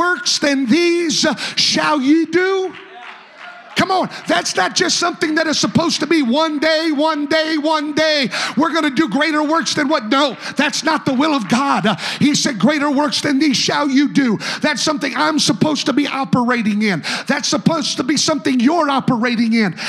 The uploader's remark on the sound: A service recording from Connect Point UPC.